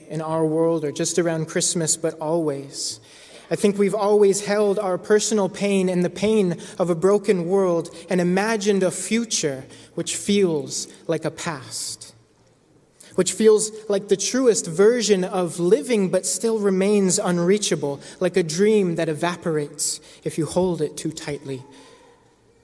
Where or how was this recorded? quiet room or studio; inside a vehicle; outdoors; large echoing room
large echoing room